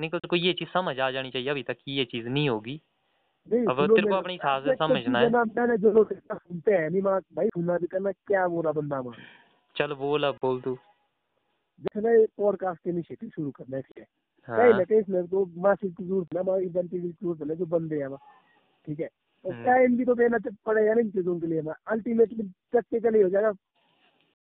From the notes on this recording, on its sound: A phone talk.